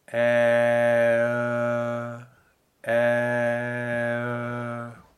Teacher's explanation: we have the inside shape of an open E and the lip shape of an open O. So we go from E, and then we round our lips to O. · Term: mixed vowel